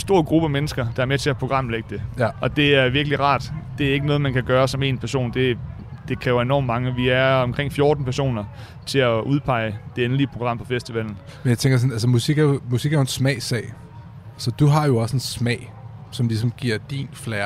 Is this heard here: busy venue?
yes